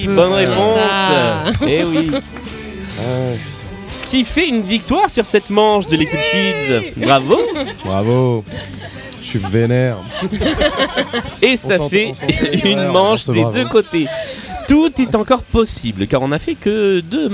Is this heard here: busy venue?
yes